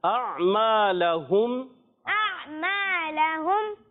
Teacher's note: ہم کو جلدی سے ادا کرنا ہم لمبا نہیں کرنا